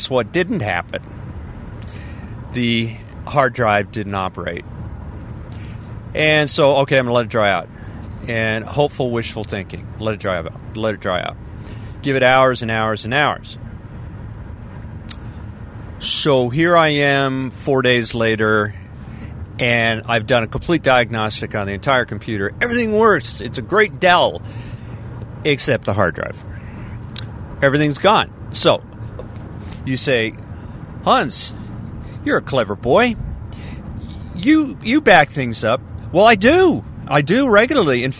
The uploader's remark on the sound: I"m Podcasting in my car, from the coast.